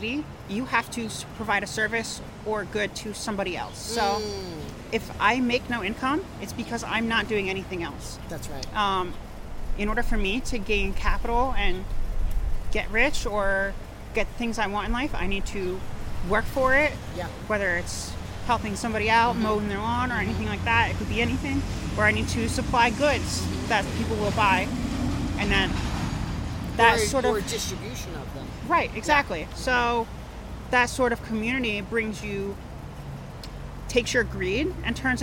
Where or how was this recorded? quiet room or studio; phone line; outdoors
outdoors